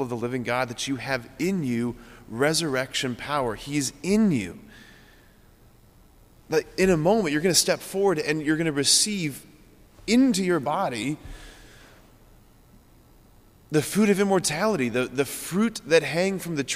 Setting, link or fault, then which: setting, large echoing room